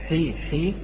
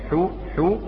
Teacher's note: مقدار هذه الحروف المادية هي مقدار حركتين · Term: حروف المد